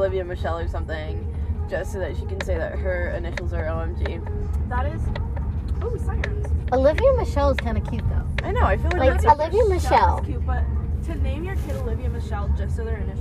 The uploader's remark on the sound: join me to talk about girl talk in the car